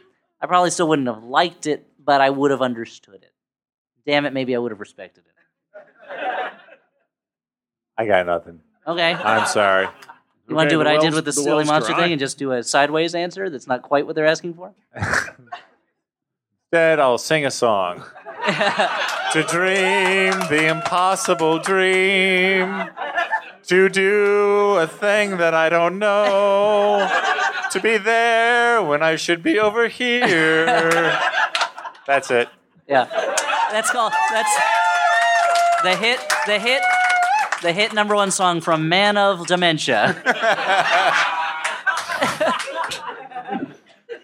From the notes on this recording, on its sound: Live from Cake Shop as part of NYC Podfest.